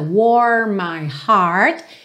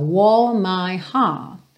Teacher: Aqui no inglês americano a gente teria bastante língua enrolada, warm my heart, e aqui no inglês britânico soa mais como aquele prolongamento da vogal · Shown in: second take